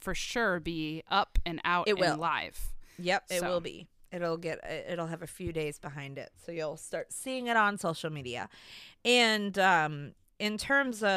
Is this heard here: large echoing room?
no